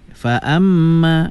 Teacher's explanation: Kena digunnahkan dengung sekadar dua harakat ya.